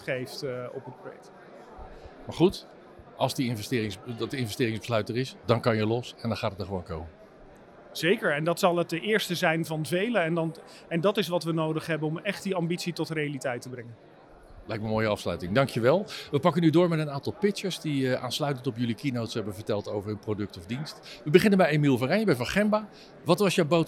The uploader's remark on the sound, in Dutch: Bij het iTanks Waterstof010 Café op 14 april 2023